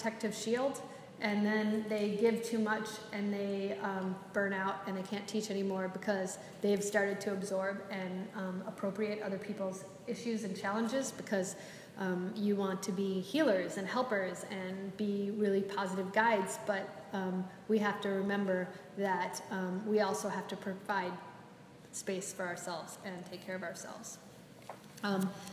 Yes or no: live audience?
yes